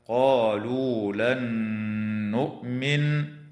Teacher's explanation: وتدغم النون الساكنة في النون مع الغنة